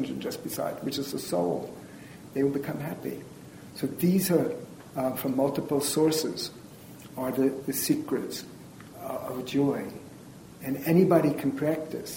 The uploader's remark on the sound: This is a recording of a lecture. At the Unitarian Church in Greensboro, North Carolina.